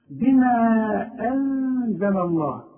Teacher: نون ساكنه برضو ما استعملش لساني، لكن بعدها الزين والزين من حروف الاخفاء